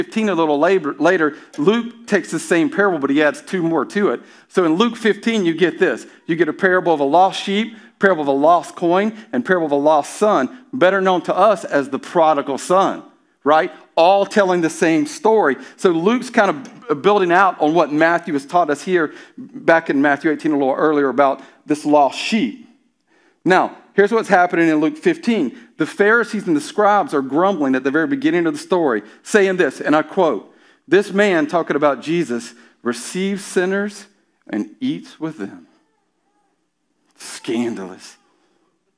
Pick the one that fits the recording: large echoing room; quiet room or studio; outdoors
large echoing room